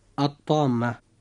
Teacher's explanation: وبقية حروف الهجاء إخوة الإسلام إذا وقعت بعد لام التعريف فهنا يكون حكمها الإدغام بغير غنة، وتسمى هذه اللام لاما شمسية. ومعنى الإدغام بغير غنة أي أننا لا ننطق اللام عند نطقنا للكلمة التي فيها لام التعريف